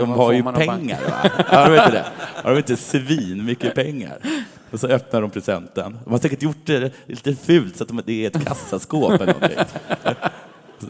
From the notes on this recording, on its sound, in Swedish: inspelad på Draken i Göteborg